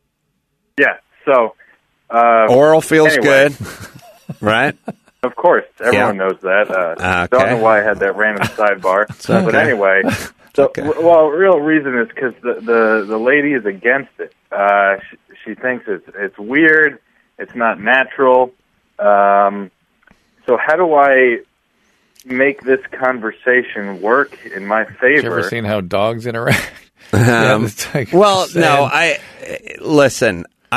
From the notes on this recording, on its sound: head straight to the phones this episode and speak to a variety of callers